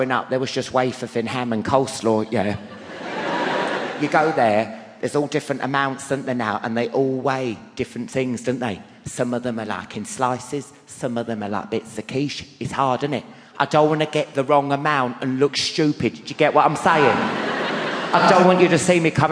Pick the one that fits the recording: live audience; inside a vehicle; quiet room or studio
live audience